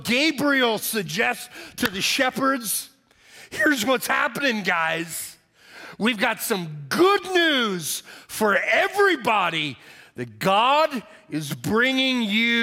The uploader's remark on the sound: Message delivered on 12/24/22 for our Christmas Eve Service